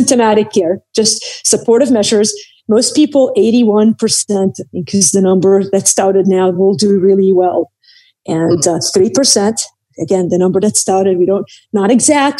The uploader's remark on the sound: Like many of you I’m sheltering in place. Instead of recording at our studios at Salem Radio, we’re recording this podcast through Zoom. I believe the sound quality is still good, but perhaps not as good as it is normally.